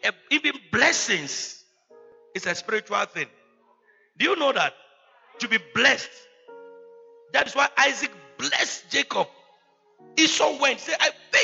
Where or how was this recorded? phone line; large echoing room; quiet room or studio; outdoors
large echoing room